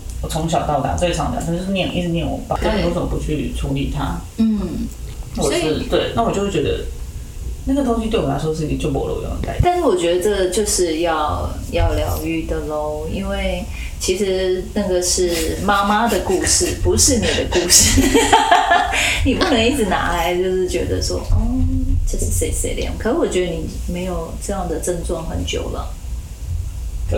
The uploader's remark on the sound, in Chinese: 本集錄音出現差錯，導致音質下降還請見諒